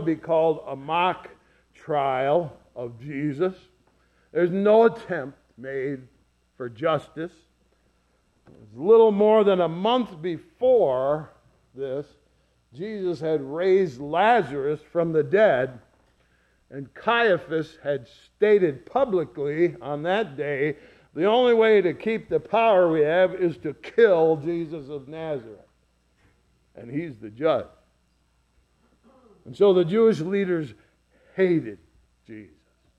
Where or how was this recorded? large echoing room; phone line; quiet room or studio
large echoing room